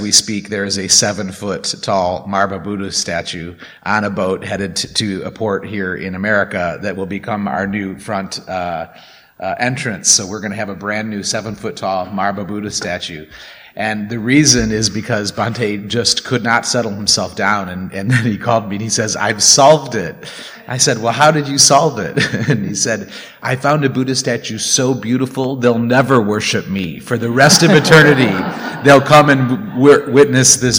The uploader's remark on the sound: Recorded at the Blue Lotus Buddhist Temple. Recorded at the Blue Lotus Buddhist Temple.